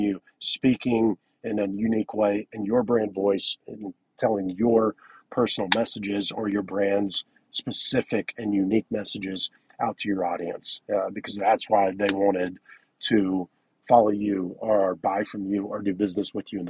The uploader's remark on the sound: This is a business in the car episode